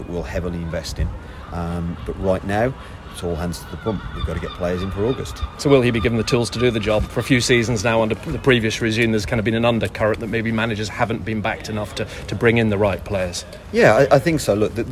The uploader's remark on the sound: Full audio of the first press conference